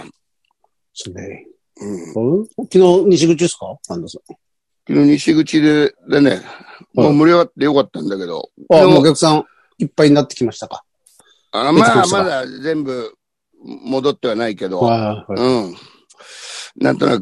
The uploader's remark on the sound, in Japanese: ZOOMで収録